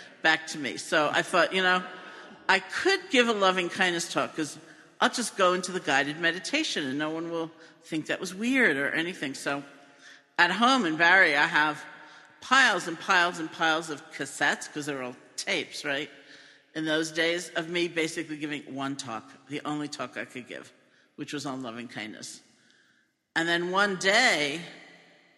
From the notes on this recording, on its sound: Recorded live from the Insight Meditation Society’s 40th anniversary benefit.